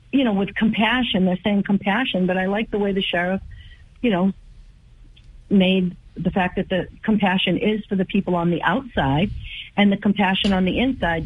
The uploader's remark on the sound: takes calls from the audience